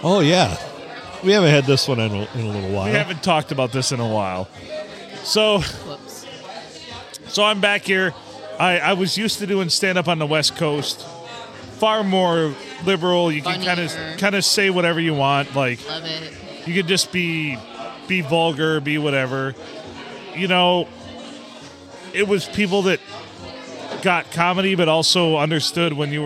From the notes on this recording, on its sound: Recorded at the STD, where the music just kept getting louder and louder.